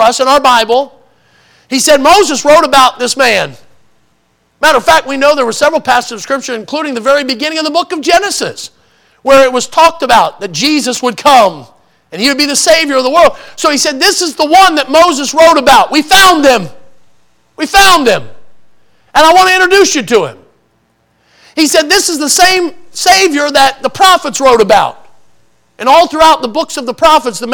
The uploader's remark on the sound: in the Sunday Morning Service on January 21, 2024, at Victory Baptist Church in Boonsboro, Maryland.